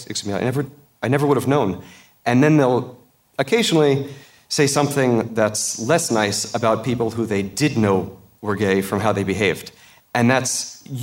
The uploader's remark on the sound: Recorded live at WXR 2017.